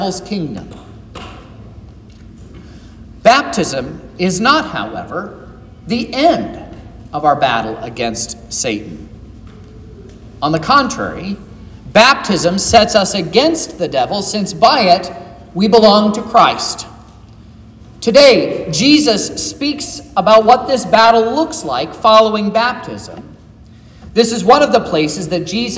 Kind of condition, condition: setting, large echoing room